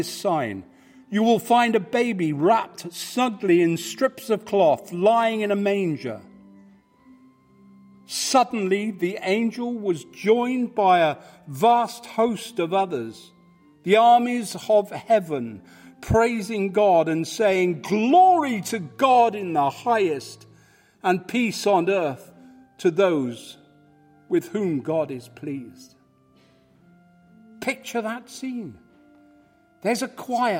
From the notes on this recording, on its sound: Live from St Matthews